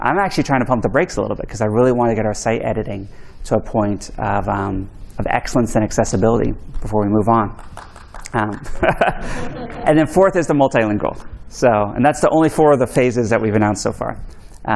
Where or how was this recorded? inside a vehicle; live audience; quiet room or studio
live audience